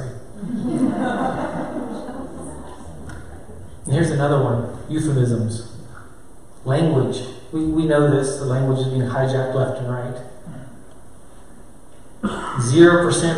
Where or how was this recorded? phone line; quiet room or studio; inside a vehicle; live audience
live audience